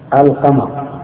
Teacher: وتجد اللام في القمر ظاهر · Term: قمرية